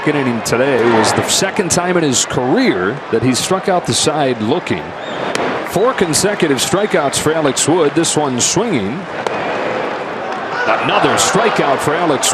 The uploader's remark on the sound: LIVE from #dodgerstadium